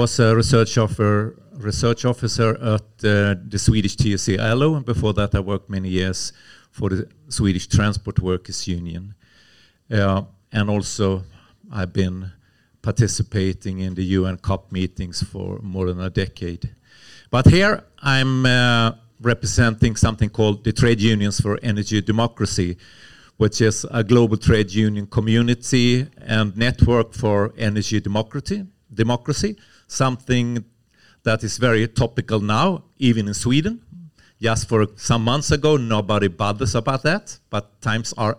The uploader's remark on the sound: was held at Nordic Labour Film Festival, November 7th 2022